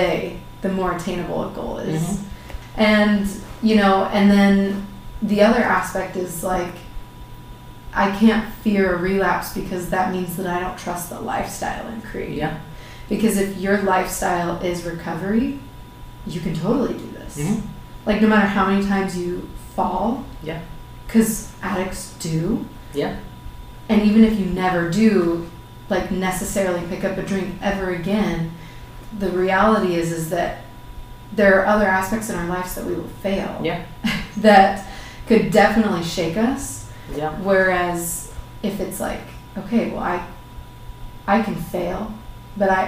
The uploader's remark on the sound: Despite some unfortunate sound difficulties, the conversation was too wonderful to redo!